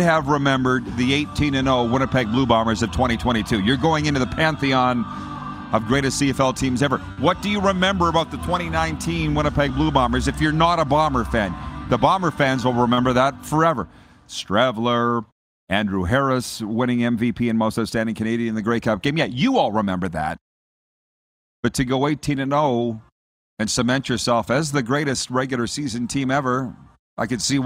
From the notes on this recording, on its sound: We are LIVE from inside Rogers Place in Edmonton, Alberta. Site of the 2022 World Junior (2.0) championships!